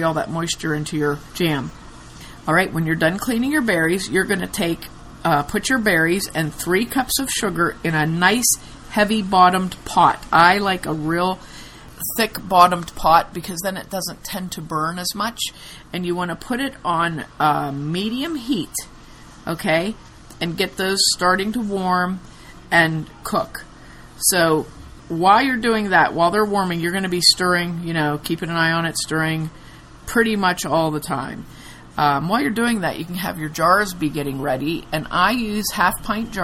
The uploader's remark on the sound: We apologize for the background noise. It's the Stanley Cup finals and the tv kept getting turned up.